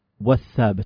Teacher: الثابت لو وضعنا واو والثابت ذهبت اللام فدل على أن اللام هنا شمسية